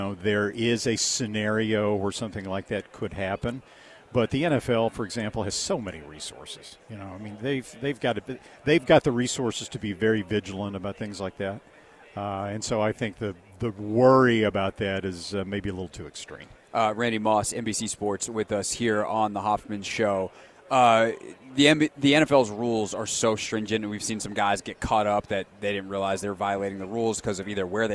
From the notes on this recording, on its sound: Radio Row Insights. Joins the show LIVE from Radio Row.